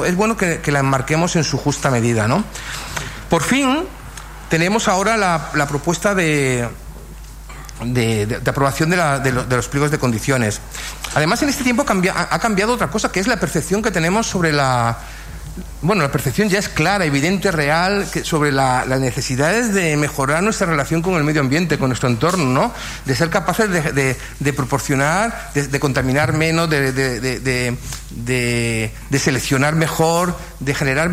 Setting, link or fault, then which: setting, large echoing room